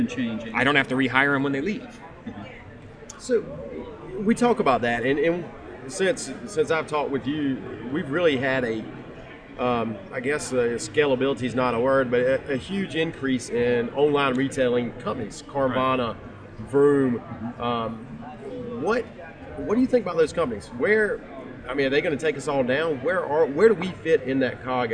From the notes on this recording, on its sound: Live from NIADA 2021